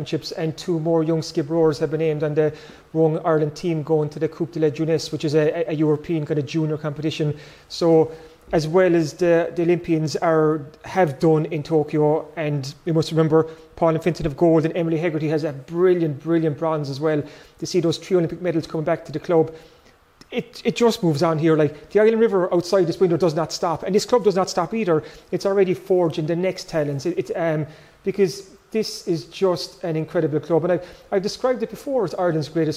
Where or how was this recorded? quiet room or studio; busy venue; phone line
busy venue